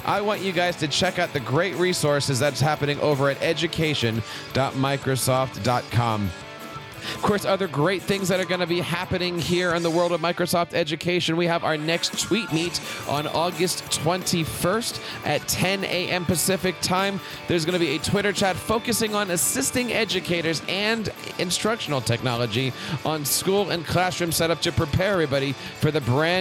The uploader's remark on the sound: LIVE from ISTE